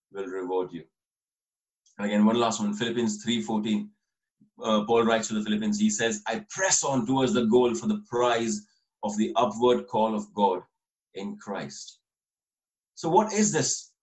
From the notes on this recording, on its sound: This message was recorded over Zoom, so please excuse any issues with the quality of recording.